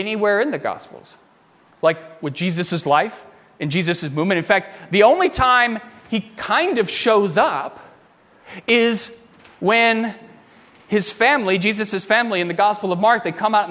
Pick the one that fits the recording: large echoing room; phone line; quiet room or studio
large echoing room